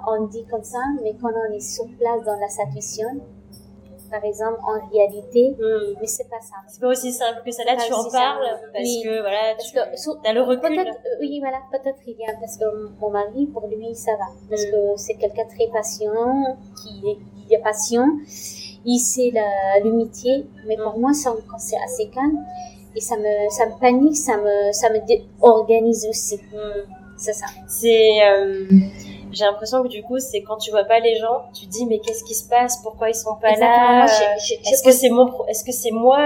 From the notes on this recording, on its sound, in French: Toutes mes excuses pour la qualité médiocre du son, malgré les corrections apportées sur les bruits de fond.